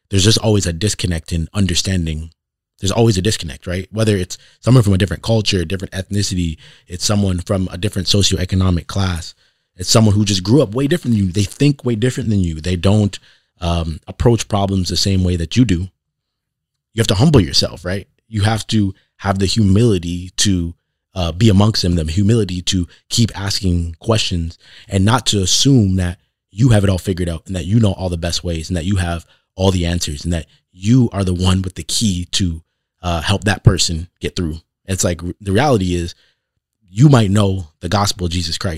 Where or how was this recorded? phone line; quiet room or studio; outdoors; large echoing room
quiet room or studio